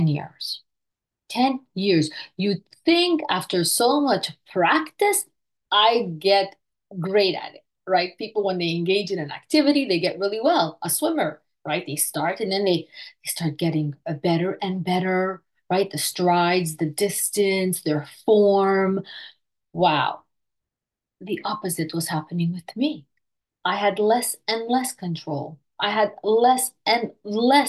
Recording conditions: video call